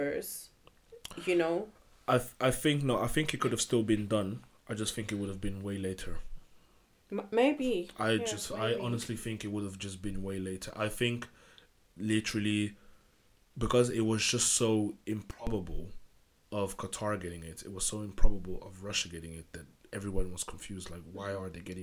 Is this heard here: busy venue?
no